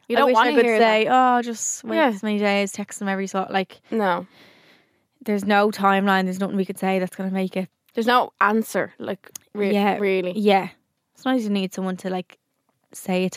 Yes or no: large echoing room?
no